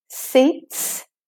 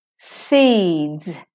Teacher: when you have DS at the end of words, the S says Z because the D is a voiced consonant · Shown in: second take · so the S says its second sound, z, so that it's easy to go from voiced D to voiced Z.